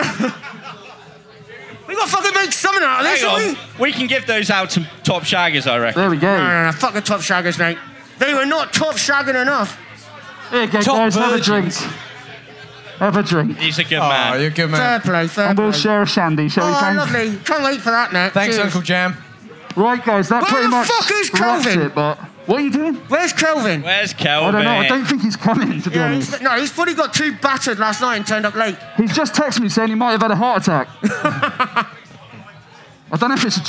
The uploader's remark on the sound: Recorded LIVE at Boardmasters on the Cornish Market Stage. We’re joined by some PARDS from the crowd.